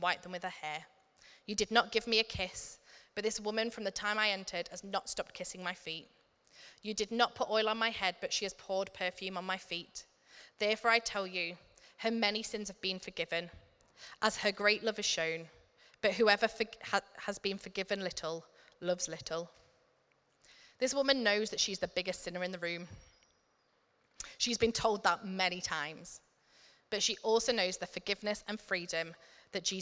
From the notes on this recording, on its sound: Recorded at Middlesbrough Community Church.